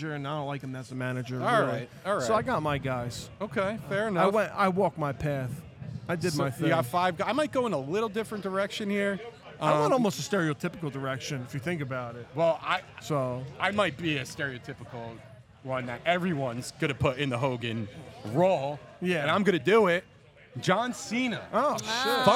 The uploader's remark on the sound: Live From The Premier Wrestling Showcase